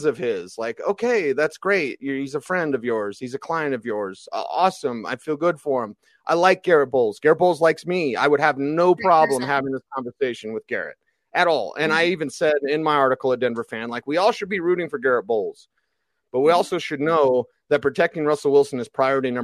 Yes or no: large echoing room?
no